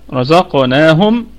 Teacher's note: الراء مفخمة والقاف في الدرجة الثانية من درجات التفخيم، وبقية الكلمة مرققة، والنون في أقل.